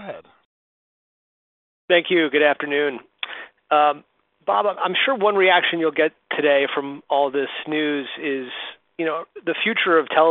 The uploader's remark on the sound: Q1 FY2023 Earnings Conference Call.